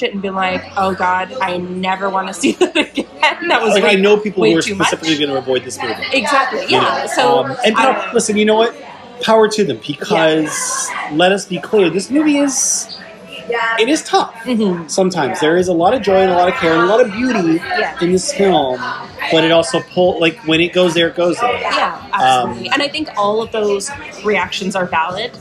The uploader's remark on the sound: What, for instance, would The Matineecast be if it was recorded out in the wild? If I traded in my Skype connections and afternoons in cozy condo confines for something more chaotic. What would The Matineecast be if it was recorded hours or even minutes after my guest and I watched the film? What if we just sat down, tapped record, and let fly?